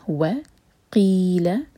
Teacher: بعد روق پڑھا تو واو کے لیے ہوٹ کول و قیل یہ قاف حلق سے پڑھیں گے ورنہ میننگ چینج ہو جائے گا